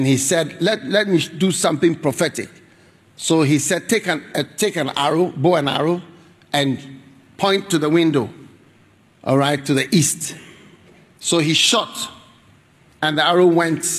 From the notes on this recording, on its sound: Preached at the Trinity Christian Centre, Singapore.